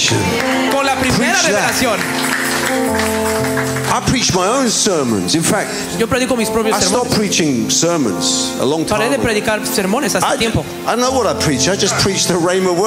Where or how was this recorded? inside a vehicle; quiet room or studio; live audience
live audience